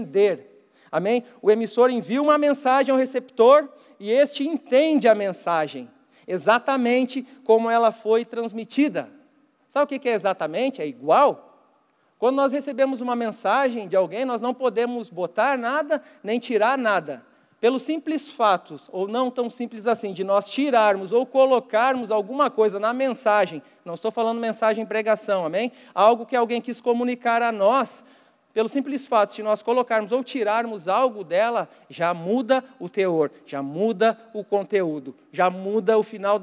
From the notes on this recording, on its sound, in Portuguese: Mensagem ministrada ao vivo na Igreja Evangélica Verbo da Vida Porto Alegre - RS